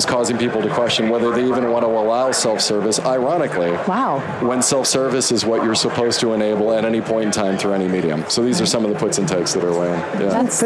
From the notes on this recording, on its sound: LIVE from Las Vegas, at #HRTechConf.